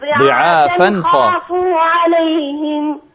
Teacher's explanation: فلا بد أن تظهر التنوين ولا تخفيه · Term: إظهار